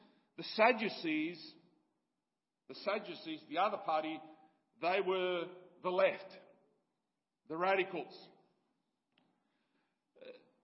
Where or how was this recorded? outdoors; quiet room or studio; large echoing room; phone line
large echoing room